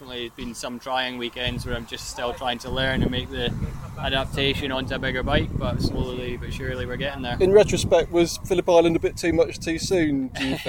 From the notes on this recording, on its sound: A special interview show from the recent World Superbike round at Donington Park in the UK. Pre-race weekend media day.